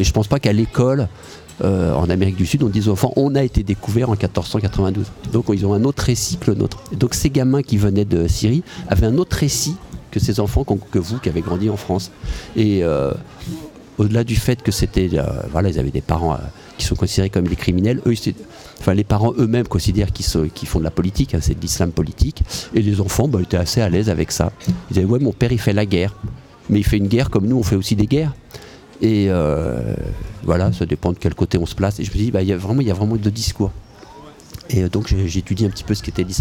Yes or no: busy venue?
yes